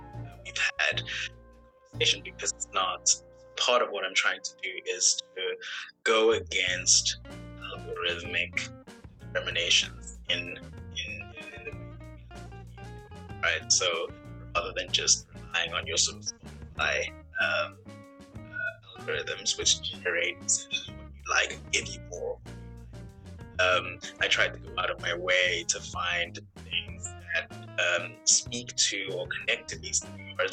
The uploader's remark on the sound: The internet connection was spotty during our recording